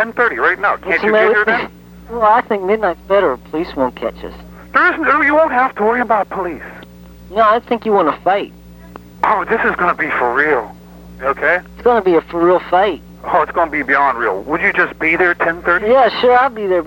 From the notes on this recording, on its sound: RBCP's Personal Prank Phone Calls Collection